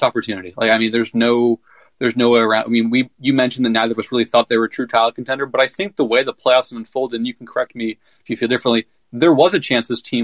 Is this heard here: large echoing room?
no